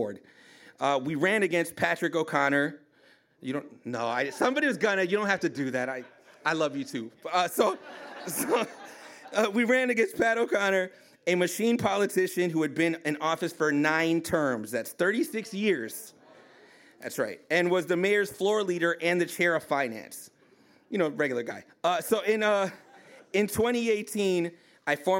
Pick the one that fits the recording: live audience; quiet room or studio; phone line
live audience